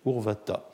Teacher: non plus une dentale sourde, mais une dentale sourde aspirée